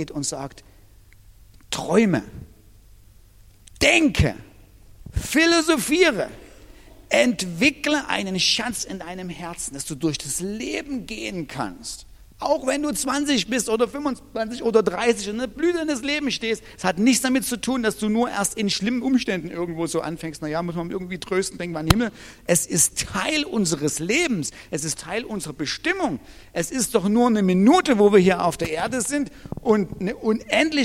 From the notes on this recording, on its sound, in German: Diese Predigt ist aus dem Gottesdienst